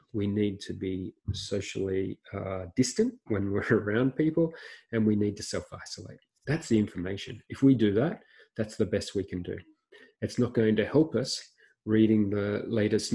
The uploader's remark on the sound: This is the audio from a recent webinar